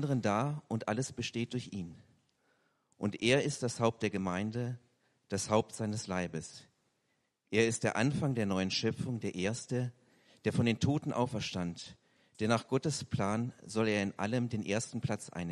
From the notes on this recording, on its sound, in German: eine kleine Predigt, welche bei einem Austauschgottesdienst gehalten wurde